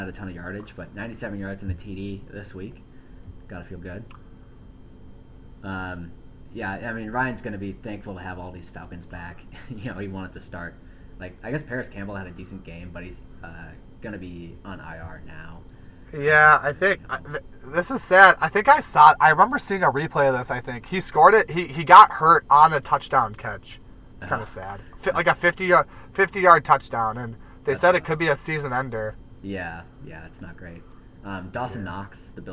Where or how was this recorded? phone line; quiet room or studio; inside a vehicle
inside a vehicle